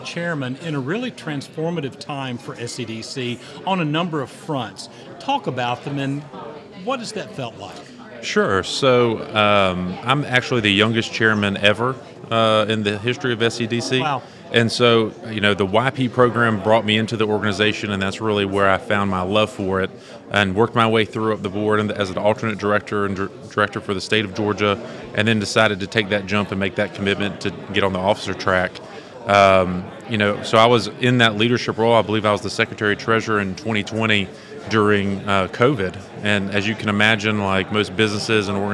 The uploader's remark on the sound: LIVE from the SEDC Annual Conference in Williamsburg. The SEDC Podcast Presented by Insyteful is live at the Council's Annual Conference in Williamsburg, Virginia.